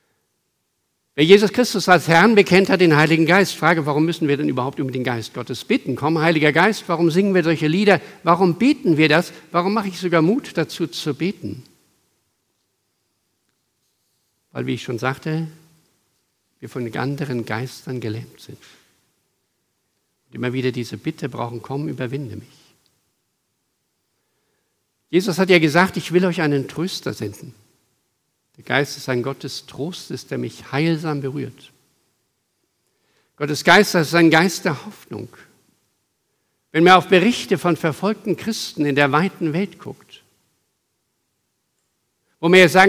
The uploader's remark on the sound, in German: Aufgezeichnet im Gottesdienst mit Abendmahl der Ev. Melanchthongemeinde Griesheim am 28.05.2023.